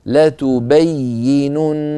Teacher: الياء صوتها لا ينقطع، لما؟ لأنها حرف رخو